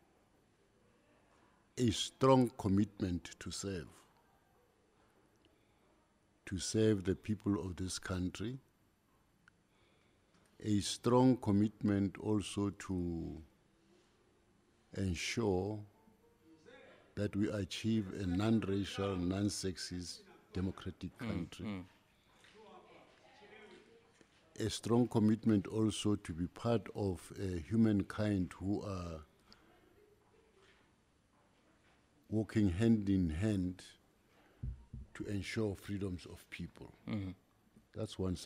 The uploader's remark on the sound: we are coming to you live from Freedom Park in Tshwane for the commemoration of this important day.